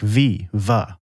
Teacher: Other sounds come from vibrating parts, like V, V, formed by teeth and lips vibrating together